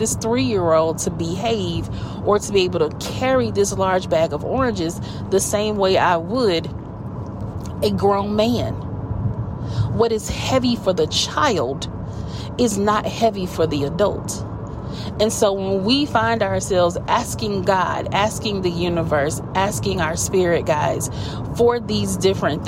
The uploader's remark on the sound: Car Chronicles. This is when an idea sparks while driving and I have to get it out in the moment! Coaching in the Car.